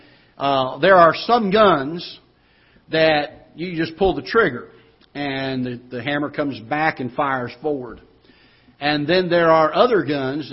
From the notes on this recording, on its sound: Ketha Heights Baptist Church ~ Live Broadcast.